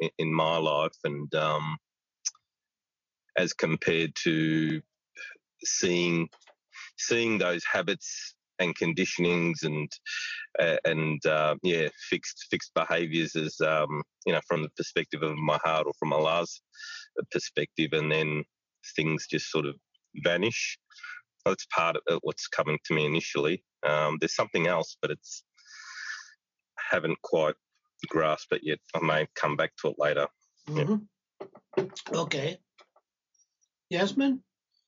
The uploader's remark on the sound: Live discussion from 13 February, 2022 on Zoom.